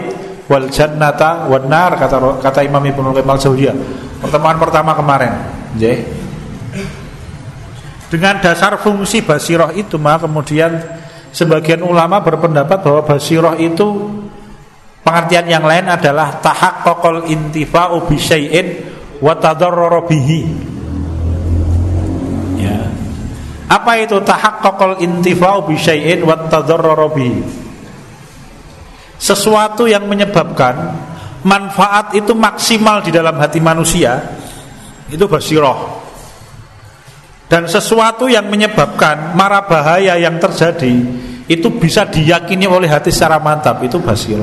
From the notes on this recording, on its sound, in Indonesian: Di Masjid Danunegaran, Mantrijeron, Yogyakarta rutin setiap hari Selasa selepas sholat magrib sampai dengan isya yang diselenggarakan oleh FKAM Yogyakarta dan Takmir Masjid Danunegaran.